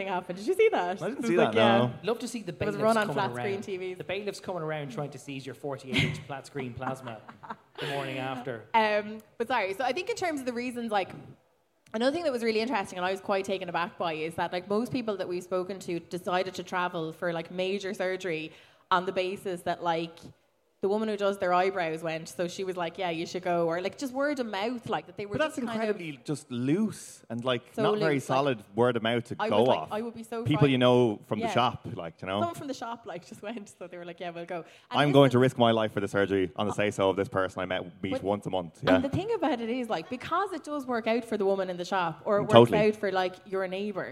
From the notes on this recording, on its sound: BONUS: Live at Electric Picnic. At Electric Picnic for a special live podcast!